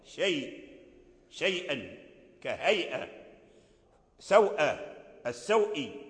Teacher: يقرأ بالتوسط أي بمد زائد ما بين الإشباع والقصر